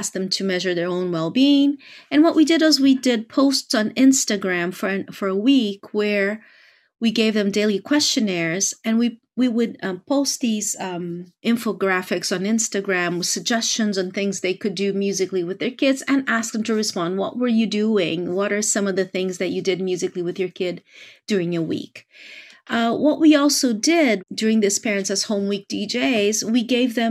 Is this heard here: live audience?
no